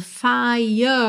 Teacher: Aí você deixa pra enrolar o R de fire bem no finalzinho. Então você pensa como se fosse F-I-E-R, fire, ok?